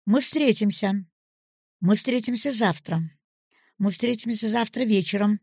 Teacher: по мере появления нового будет появляться новое ударение в развивающемся предложении